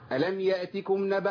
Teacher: ألم يأتكم نبأ الذين اسمعيني، الميم عندك علامة السكون في المصحف، ألم يأتكم نبأ، صح؟ الميم على علامة السكون، يبقى الميم دي لازم ما غنهاش بزمن طويل. ألم يأتكم نبأ على طول.